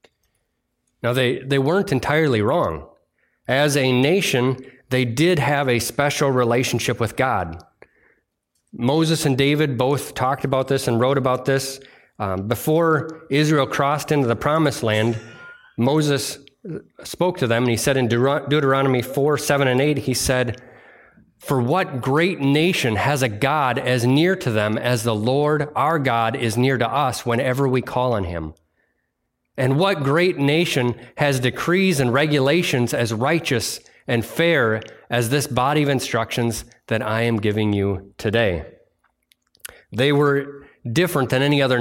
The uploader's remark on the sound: delivered on Sunday, August 6th, 2023 at Bible Center Church in Maiden Rock, Wisconsin